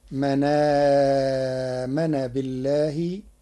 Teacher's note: قرأ ورش كلمة من آمن بنقل حركة الهمز إلى الساكن قبله فتصير من آمن بالله للتخفيف.